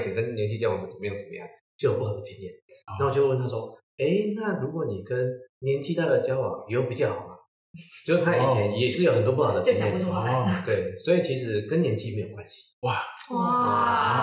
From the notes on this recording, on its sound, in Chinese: 抱歉本集回音稍重，若造成您聆聽不適敬請見諒